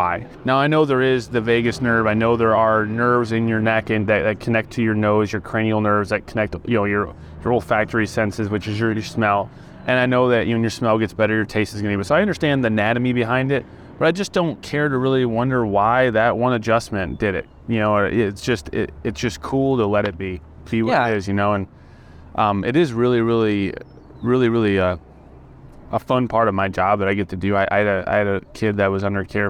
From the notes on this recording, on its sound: We chose to chat over a nice cup of iced coffee outside one of our local coffee shops on this warm Spring afternoon. With birds chirping, engines roaring, and people socializing around us.